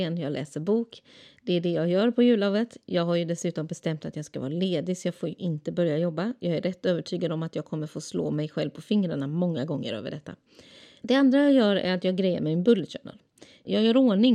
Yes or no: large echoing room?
no